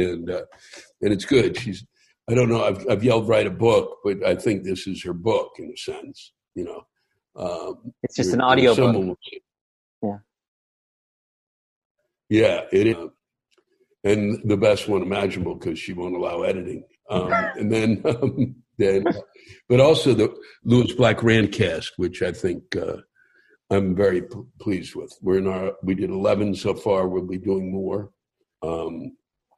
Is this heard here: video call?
yes